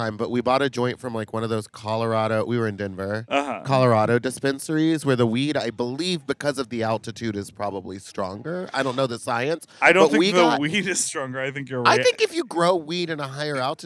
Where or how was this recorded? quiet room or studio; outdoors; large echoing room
outdoors